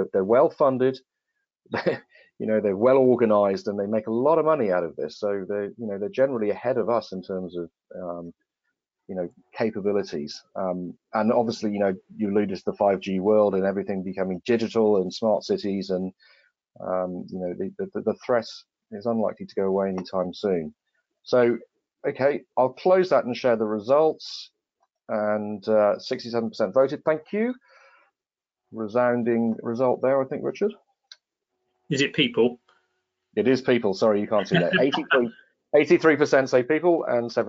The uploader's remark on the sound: a recording of a recent webinar we held in partnership with Acuris Risk Intelligence and the Capital Club Dubai